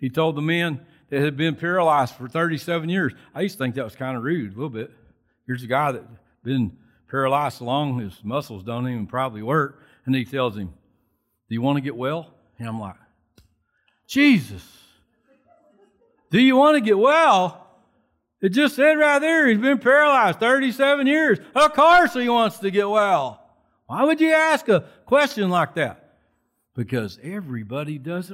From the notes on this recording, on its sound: Recorded from South Gate Fellowship on May 23, 2021.